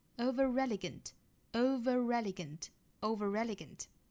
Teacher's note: over 和 elegant 连读同样是要加一个小小的 r 的音